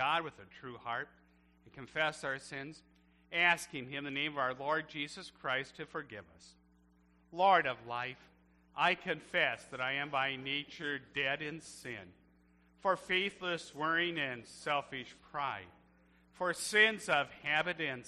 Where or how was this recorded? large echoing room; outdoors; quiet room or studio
large echoing room